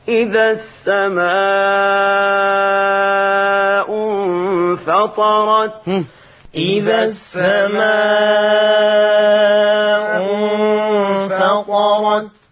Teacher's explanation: ولاحظنا الشيخ الحصري يقرأ بمقدار الإشباع 6 حركات في المتصل · Term: المد المتصل